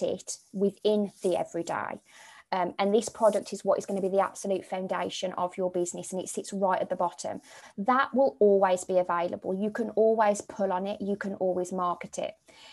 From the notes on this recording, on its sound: Here is the recording from the Live Webinar. Please note; there are moments of pauses throughout where you can work through the questions.